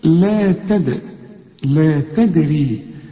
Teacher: الدال ما دام عليها السكون لازم تقلقل